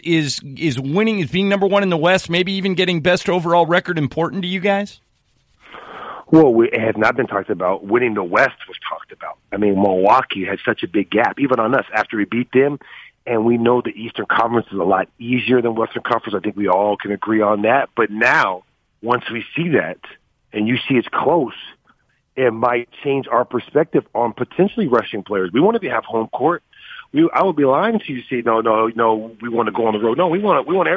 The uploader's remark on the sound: called